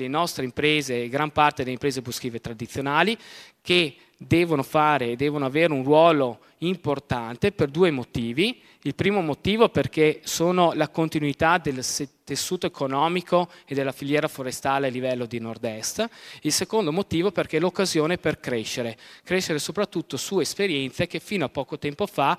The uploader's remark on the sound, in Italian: Sono state proposte alcune delle registrazioni di interventi svolti al convegno. Organizzato a Belluno dalla fondazione Giovanni Angelini – Centro studi sulla montagna.